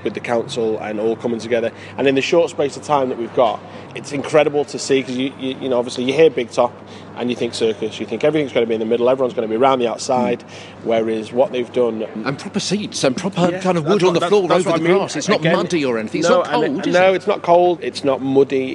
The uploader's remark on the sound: The much-loved Redhill Christmas panto this year has been relocated to a circus-style Big Top tent in the nearby Memorial Park, after the show’s intended venue The Harlequin was shut due to dangerous concrete. Recorded on location inside the Big Top itself - on stage and inside the actor's dressing area.